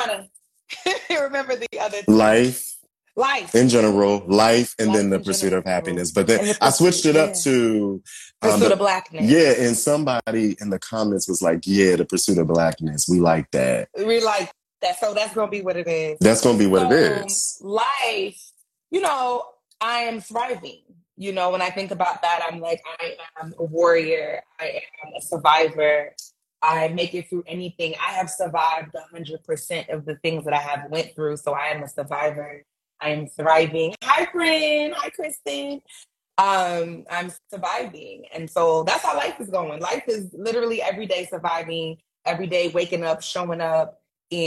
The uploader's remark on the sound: the audio from my InstaLive conversation